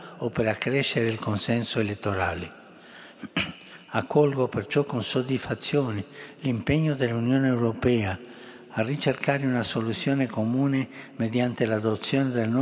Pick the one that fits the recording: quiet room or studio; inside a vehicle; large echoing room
large echoing room